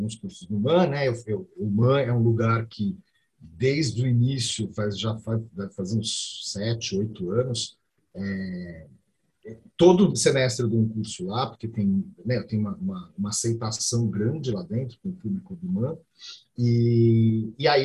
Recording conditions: video call